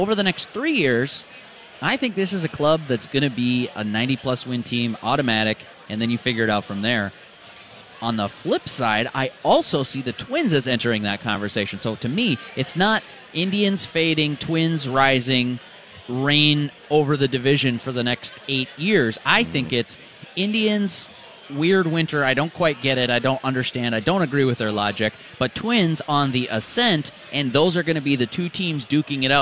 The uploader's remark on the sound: LIVE from Kieran's Irish Pub